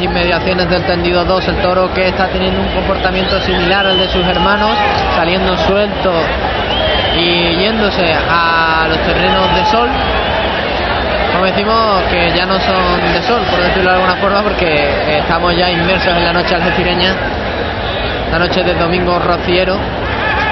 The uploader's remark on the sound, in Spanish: Retransmisión en directo de la primera corrida de la Feria Taurina 2011